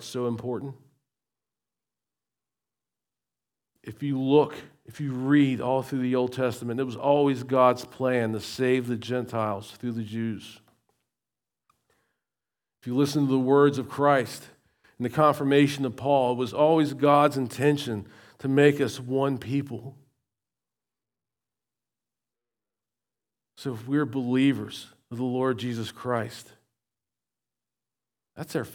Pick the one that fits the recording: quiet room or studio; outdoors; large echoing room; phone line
large echoing room